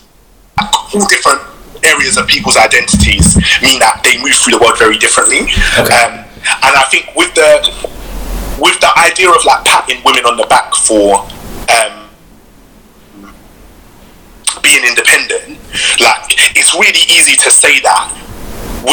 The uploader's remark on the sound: This Episode was recorded via Instagram Live and Skype